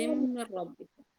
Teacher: أدغمت النون كامل مخرج الصفة وبلا غنة لأنه راء والراء ما فيها غنة · Term: إدغام كامل بلا غنة